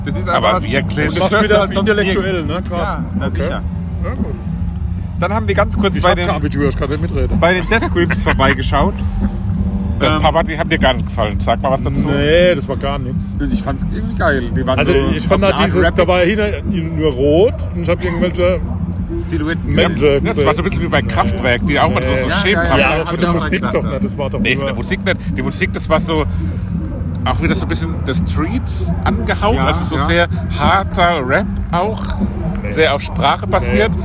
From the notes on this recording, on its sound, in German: Maifeld Derby 2023. Wir nehmen euch mit aufs Festivalgelände.